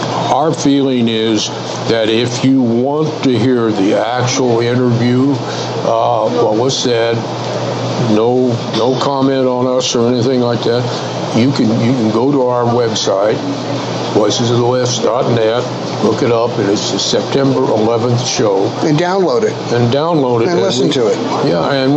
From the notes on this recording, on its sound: our show streams live from the White Stallion Ranch.